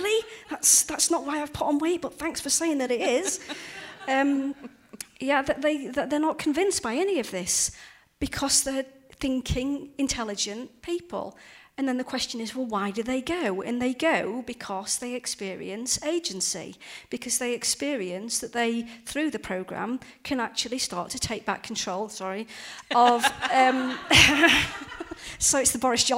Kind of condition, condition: setting, live audience